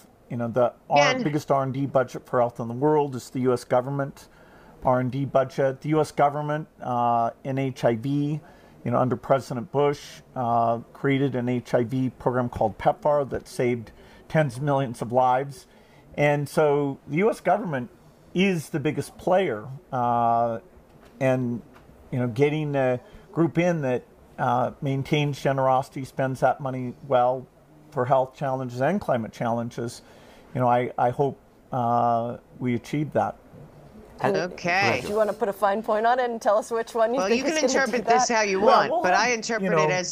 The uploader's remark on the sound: LIVE FROM THE WORLD ECONOMIC FORUM DAVOS SWITZERLAND DAY 5